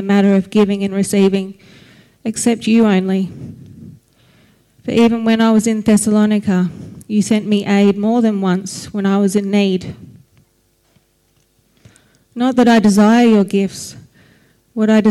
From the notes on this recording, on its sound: Recording of our service for Vision Sunday, Jan 28, 2024.